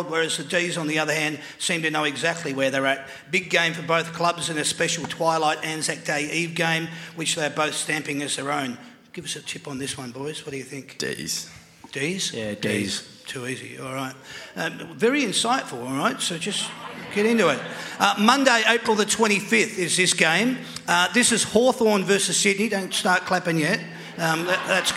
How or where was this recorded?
live audience